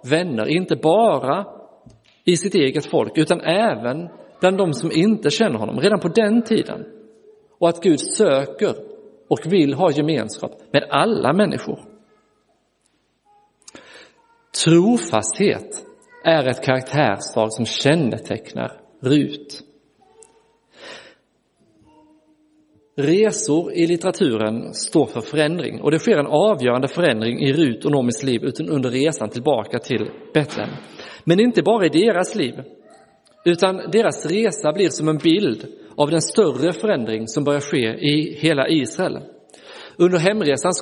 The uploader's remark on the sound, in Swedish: Inspelad i Roseniuskyrkan den 12 februari 2023.